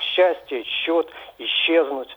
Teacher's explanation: Когда вот в подобных словах приставка уже исчезает, то произносится «ща». Вот такие слова, как «счастье», «счет», «исчезнуть».